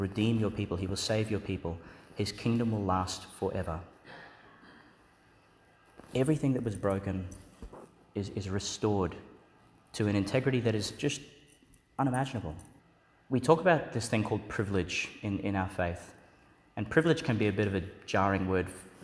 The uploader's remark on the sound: Homily for the Solemnity of the Immaculate Conception of the Blessed Virgin Mary, delivered in Duc in Altus Church, in Magdala's Chapel, Migdal, Israel.